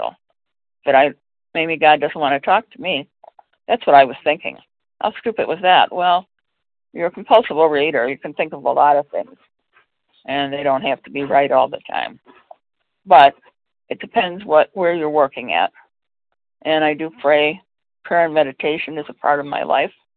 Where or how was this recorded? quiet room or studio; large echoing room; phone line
phone line